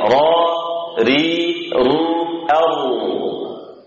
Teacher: dibaca ra tebal, ri tipis, ru dia juga tebal